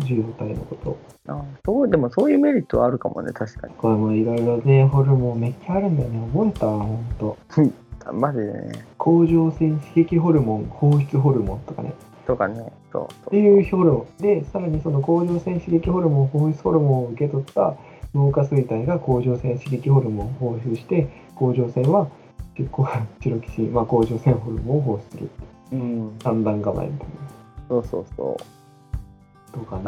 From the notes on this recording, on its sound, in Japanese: 設定ミスで音質が著しく悪いです。聴きにくいですがご理解のほどお願いいたします